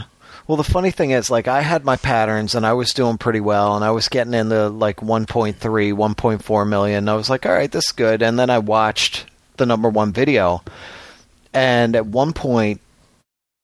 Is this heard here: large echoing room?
no